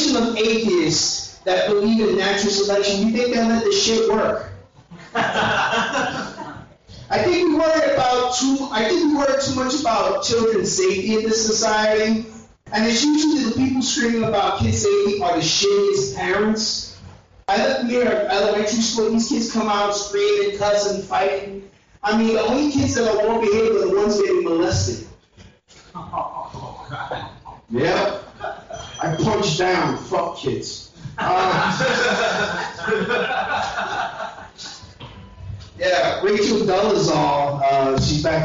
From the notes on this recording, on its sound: This is a set I did at The Alligator Lounge Open Mic.